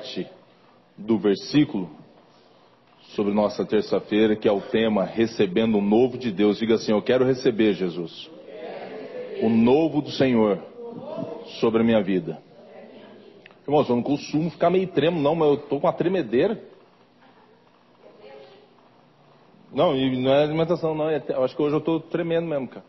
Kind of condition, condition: setting, large echoing room